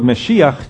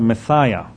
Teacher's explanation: So all the SH sounds become SS. And so you have, instead of Mashiach, you have Messiah.